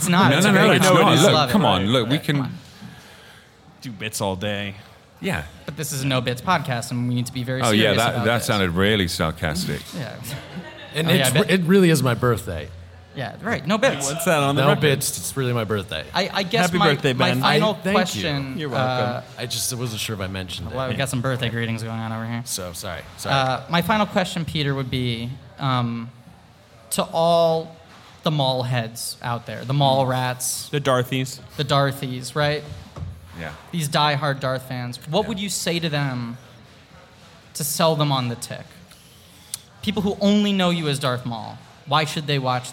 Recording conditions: live audience